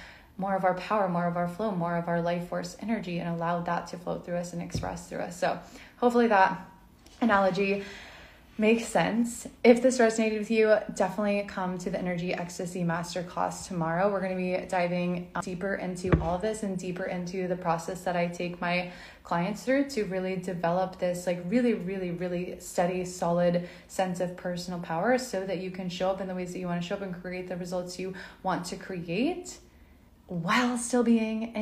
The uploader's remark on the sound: This is a replay from an IG live